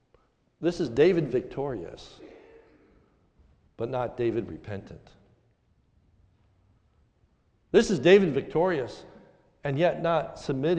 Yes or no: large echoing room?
yes